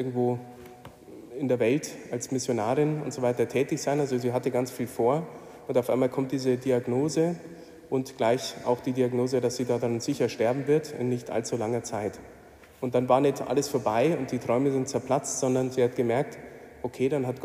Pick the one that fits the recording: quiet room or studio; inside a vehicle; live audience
live audience